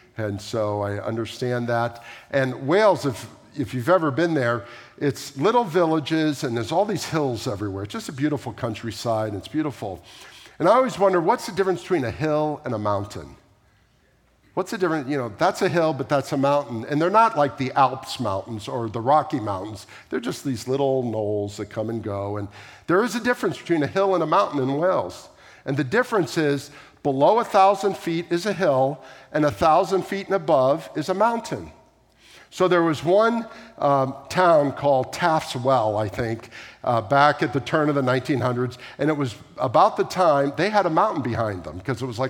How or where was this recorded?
large echoing room